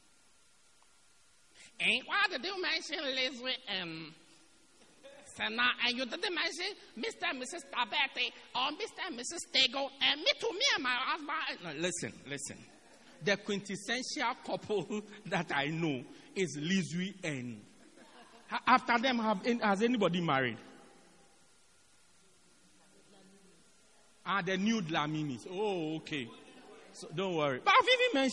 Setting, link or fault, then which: setting, large echoing room